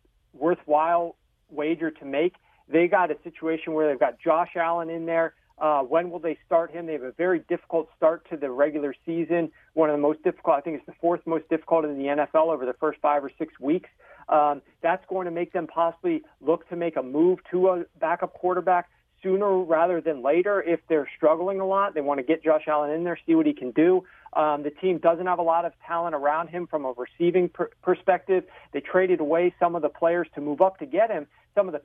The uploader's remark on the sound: phone call